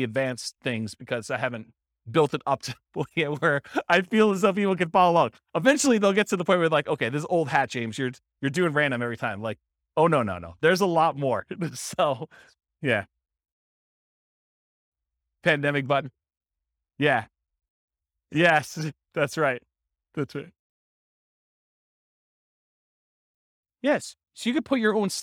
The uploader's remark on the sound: This was a live class recorded